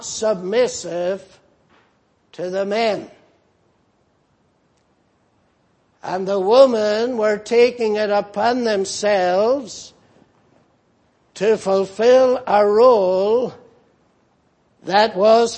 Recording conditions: large echoing room